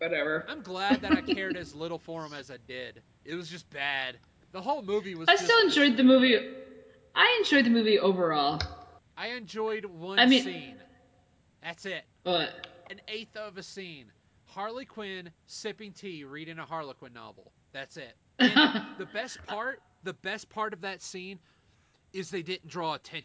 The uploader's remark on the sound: Audacity conspired against us, my own audio made a fool of me